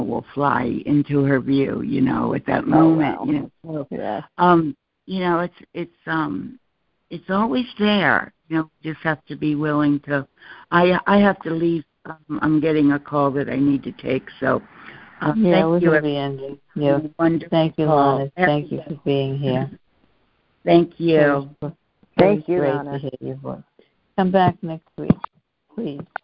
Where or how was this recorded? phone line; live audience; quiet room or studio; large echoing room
phone line